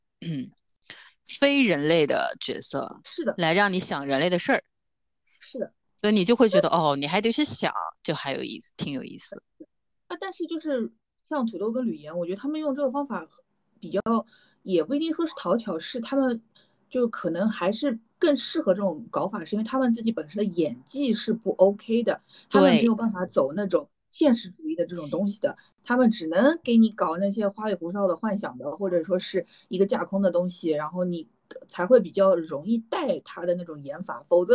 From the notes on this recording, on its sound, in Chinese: 所以采用了线上录制的形式。没花钱的腾讯会议。